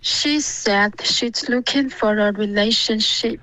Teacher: 这个 said she 结尾一定要顶舌尖，不然就不会导致一个爆破